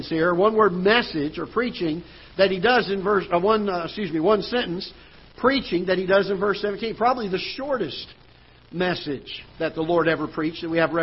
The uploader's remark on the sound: Ketha Heights Baptist Church ~ Live Broadcast